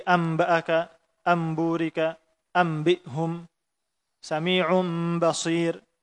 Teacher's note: Adanya perubahan menjadi huruf lain, kemudian dibaca ikhfa, disamarkan dengan tidak menutup dengan sempurna atau dengan kuat ketika membaca mimnya · Term: iqlab